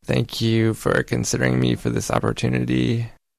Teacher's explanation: There's kind of that creak or growl to the speaker's voice. · Term: vocal fry